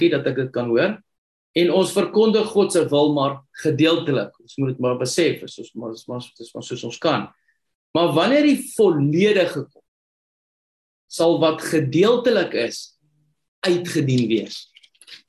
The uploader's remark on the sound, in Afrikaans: Manne van die Woord Zoom Byeenkoms